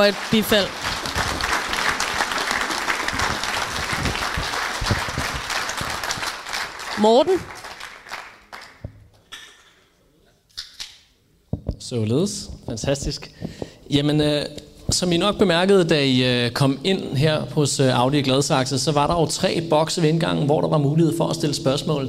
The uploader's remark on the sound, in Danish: Live fra Deadline Day. Der er optaget live foran et veloplagt publikum til Kvart i bolds Deadline Day-arrangement.